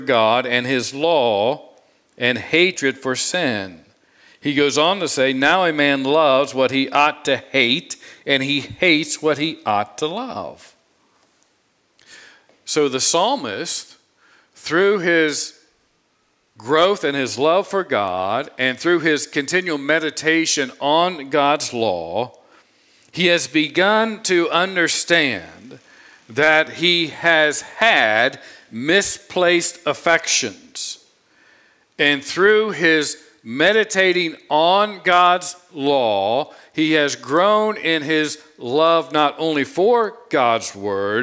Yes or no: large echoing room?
yes